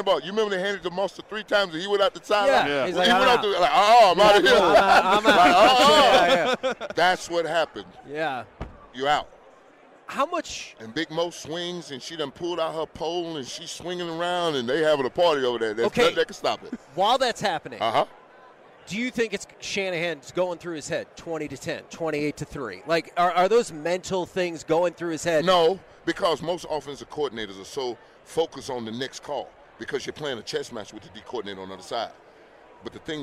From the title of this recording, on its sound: LIVE from Radio Row